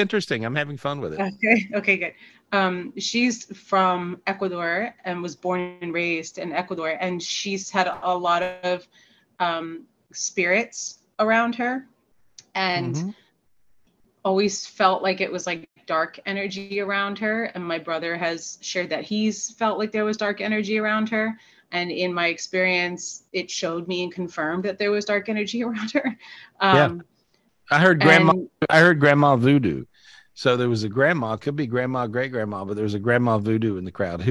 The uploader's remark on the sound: This was recorded LIVE on Zoom